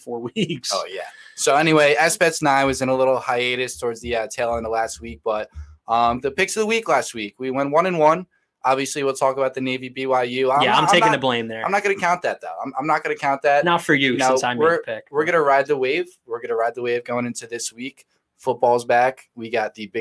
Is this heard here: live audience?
no